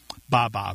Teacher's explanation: that B sound coming off the lip followed by a vowel is also very similar to the first sounds that babies make